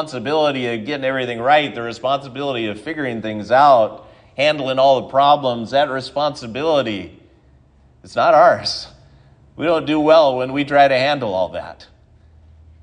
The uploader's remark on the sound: sermon at Triumph Lutheran Church, Ferndale, Washington